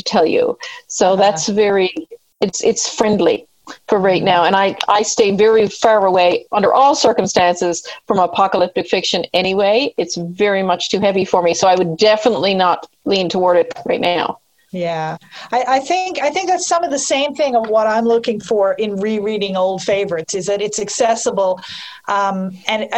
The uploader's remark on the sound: I got three good friends together via Zoom